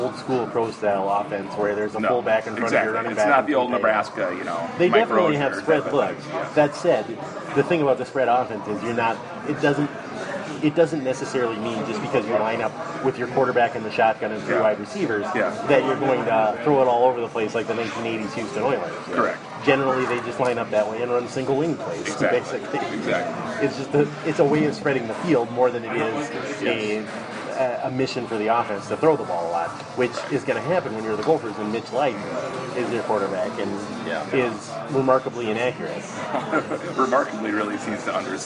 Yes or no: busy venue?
yes